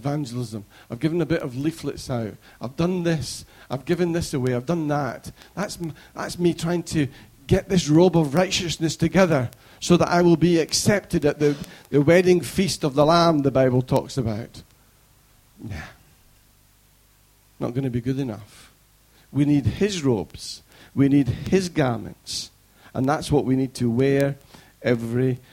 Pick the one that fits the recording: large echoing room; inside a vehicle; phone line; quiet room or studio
large echoing room